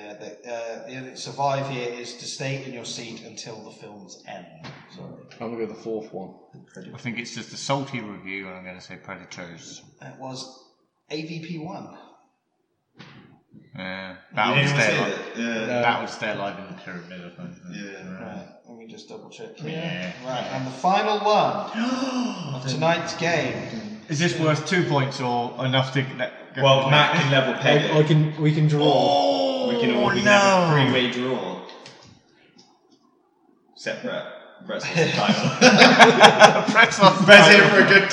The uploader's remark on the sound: As the podcast moves to a new home, our inexperience with audio equipment follows us. What we learnt this week boils down to - don't leave your phone anywhere near the mics.